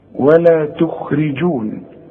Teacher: الخاء مفخمة لكن في ثالث درجة من درجات التفخيم